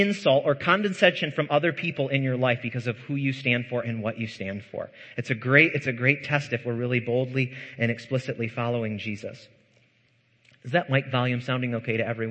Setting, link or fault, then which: setting, large echoing room